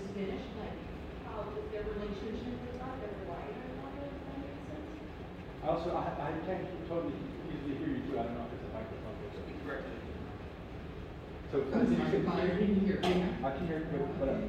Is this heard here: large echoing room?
yes